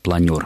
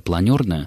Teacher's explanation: слово заимствовано из французского языка, и там этот суффикс звучит как «эр», поэтому правильное произношение будет «планер», и, соответственно, прилагательное образовано от него это «планерное».